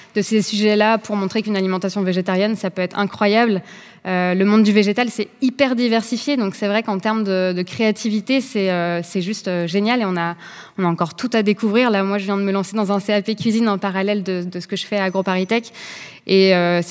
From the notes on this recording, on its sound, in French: Enregistrée en public à l’Académie du Climat.